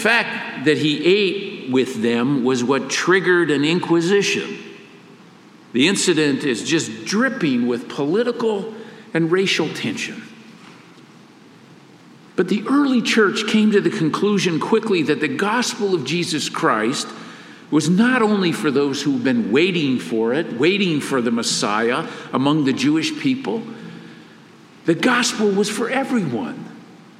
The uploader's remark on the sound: Father's Day message delivered during the Traditional Worship service.